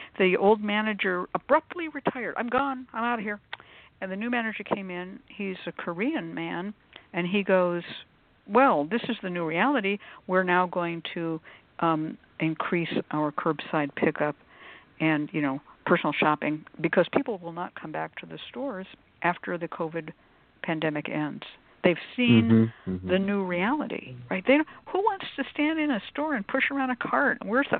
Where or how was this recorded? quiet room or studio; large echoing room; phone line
phone line